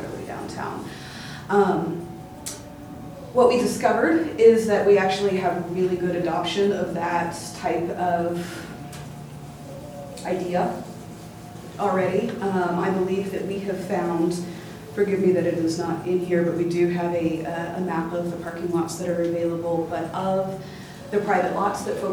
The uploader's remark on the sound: Live recording of Astoria City Council meeting, March 18, 2019, Astoria City Council chambers.